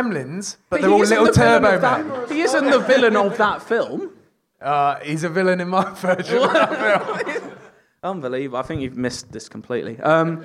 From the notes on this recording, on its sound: A lovely live audience for a special episode of the podcast.